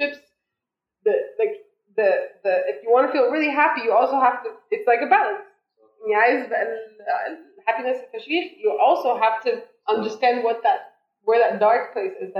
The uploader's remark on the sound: The sound quality is not ideal in this episode, but we have since worked out the issue.